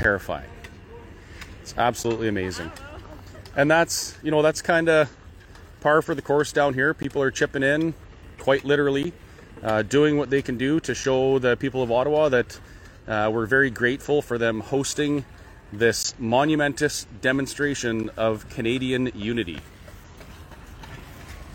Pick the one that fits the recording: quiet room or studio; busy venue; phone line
busy venue